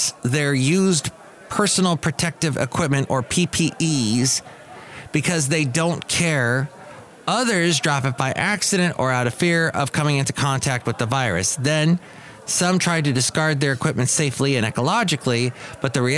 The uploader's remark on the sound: podcasts live from Cafe Anyway